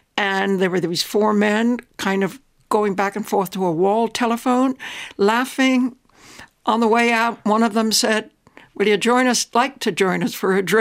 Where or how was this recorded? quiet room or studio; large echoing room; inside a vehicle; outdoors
quiet room or studio